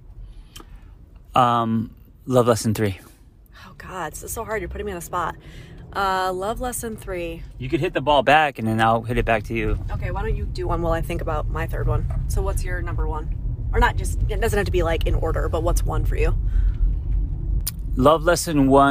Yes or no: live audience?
no